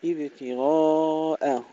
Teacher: ننتبه هنا إلى ترقيق الهمزة لأنها جاءت بعد الغين والألف المفخمين